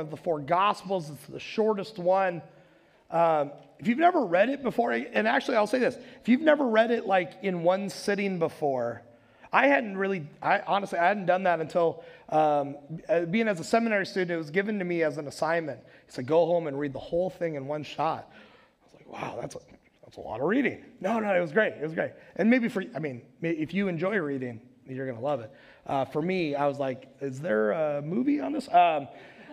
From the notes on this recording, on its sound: Recorded live at Word of Life Church in Le Sueur, Minnesota on February 20th, 2022